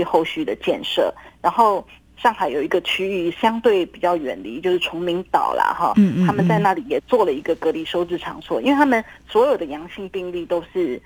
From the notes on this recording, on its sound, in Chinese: 連線訪問中央社駐上海記者。